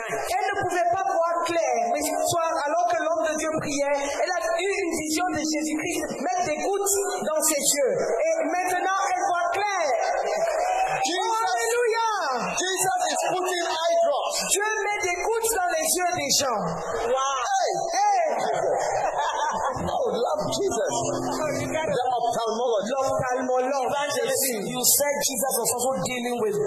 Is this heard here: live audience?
yes